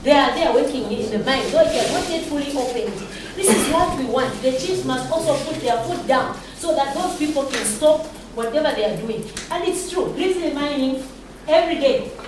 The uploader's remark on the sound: You’ll hear recordings from a few moments during our time at the Town Hall Meeting in Lufwanyama, Zambia focused on mining, natural resources and extractivism.